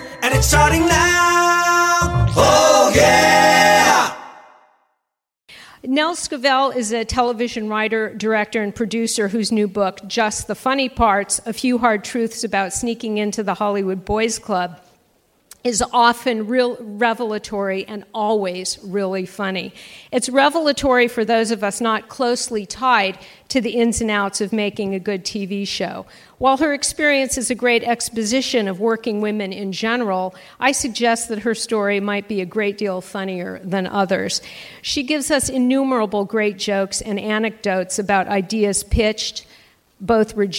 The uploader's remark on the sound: Recorded March 22, 2018, at the Skirball Cultural Center as part of the Writers Bloc Presents series.